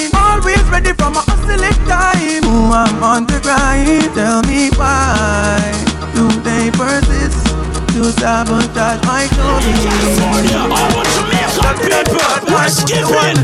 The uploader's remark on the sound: Live Recorded Mix from a Cookout Gig last month.